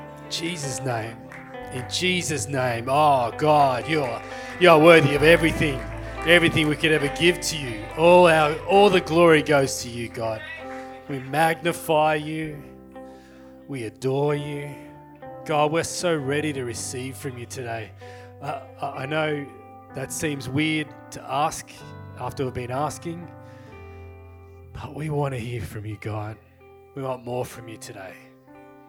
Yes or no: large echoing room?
yes